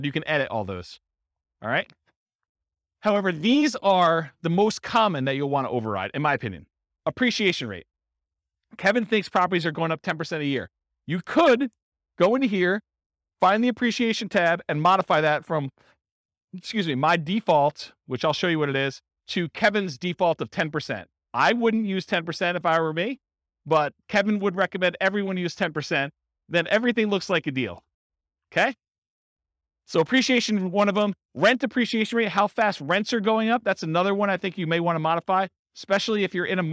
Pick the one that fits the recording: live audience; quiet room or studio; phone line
live audience